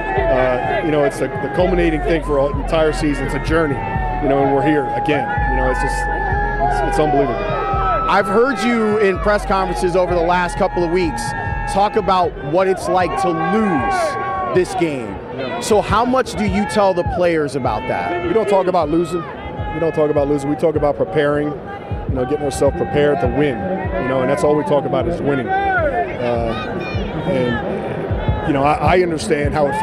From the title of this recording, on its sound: Live from Radio Row in Miami for Super Bowl LIV